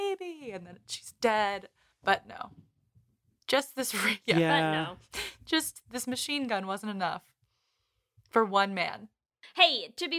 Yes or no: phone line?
no